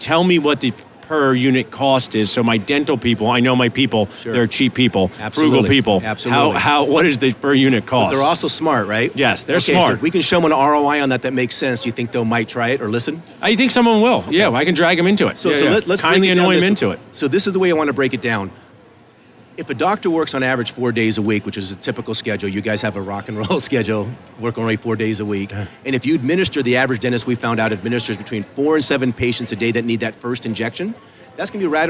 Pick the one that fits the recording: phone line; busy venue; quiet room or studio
busy venue